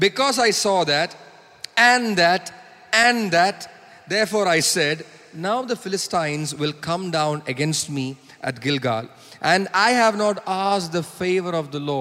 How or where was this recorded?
large echoing room